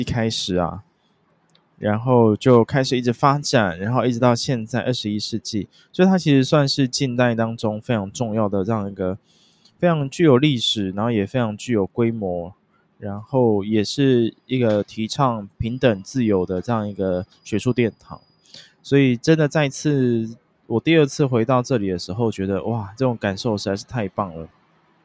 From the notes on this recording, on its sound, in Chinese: 這次在Central Station旁邊的咖啡廳錄音，也是別有不同風景與體驗!